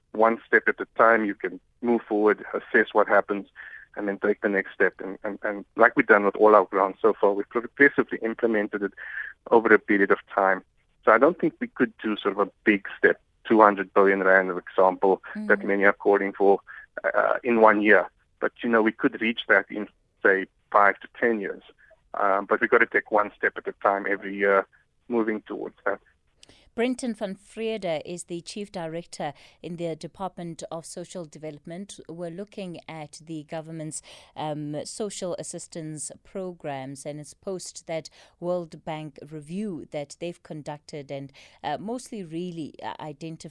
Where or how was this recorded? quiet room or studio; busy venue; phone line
phone line